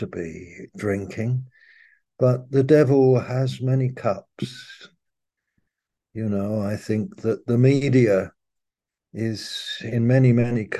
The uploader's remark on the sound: Malaysia Meets (Zoom).